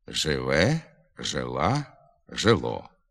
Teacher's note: В основі слова ненаголошений «і» вимовляється з наближенням до «е». Це наближення більше перед наголошеним складом зі звуками «е», «а», «о».